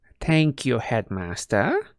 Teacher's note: Her voice was high-pitched, breathy, and a little girlish